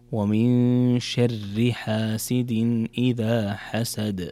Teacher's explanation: إذا وصلتها تكون الراء مرققة